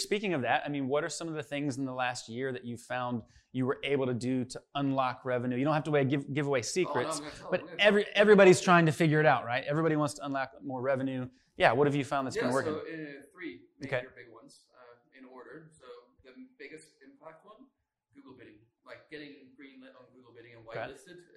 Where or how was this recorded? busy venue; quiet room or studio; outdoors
busy venue